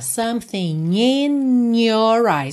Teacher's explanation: mas ele preferiu something in, como se fosse um NH.